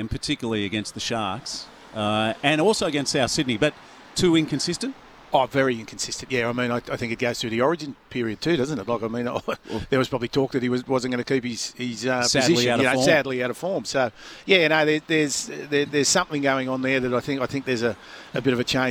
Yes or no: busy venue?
yes